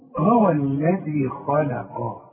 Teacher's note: اللام رفيعه ازاي بين الاثنين دول، بين الخاء المفخمه دي والقاف المفخمه. طلعها بقى مرققا، تقول هو الذي خلق.